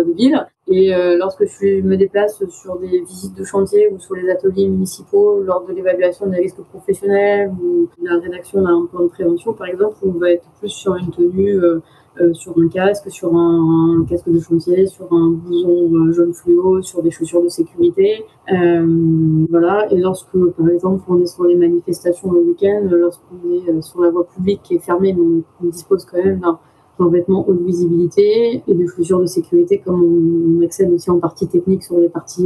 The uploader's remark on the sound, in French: On s'est donc donné rendez-vous en visio